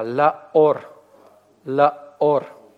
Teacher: Мы останавливаем гласную, и следующую гласную мы не слитно произносим, а после вот такой вот паузы, после смыкания связок. · Term: твердая атака